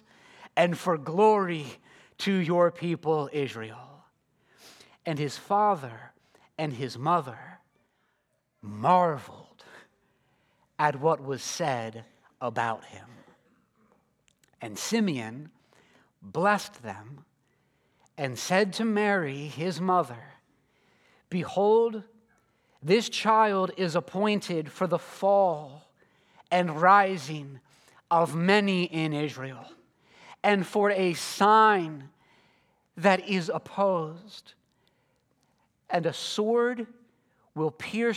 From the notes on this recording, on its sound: This sermon was preached at Covenant Fellowship Church on December 24, 2023.